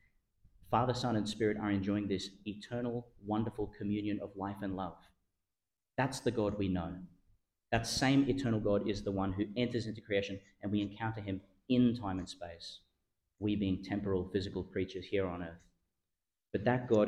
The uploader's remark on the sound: delivered (at the evening Mass) in Our Lady Star of the Sea Catholic Church, Gladstone, Qld.